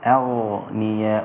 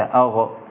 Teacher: وهم ساكنة إذا وقفت طبعا على الهمزة سكنت من أجل الوقف والغين أيضا ساكنة مفخمة · Shown in: first take